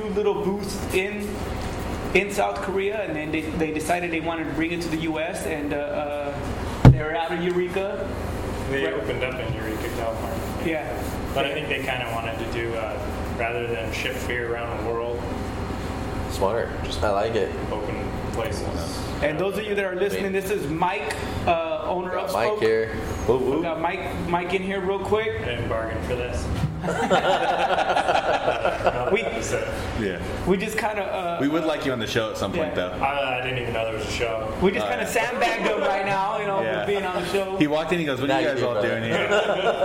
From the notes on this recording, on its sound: Recorded in the one & only Spokeasy Public House.